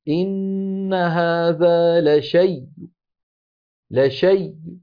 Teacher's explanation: فننطق بياء مشددة ونضم الشفتين مع خفض الصوت عند الوقف عليها · Term: الروم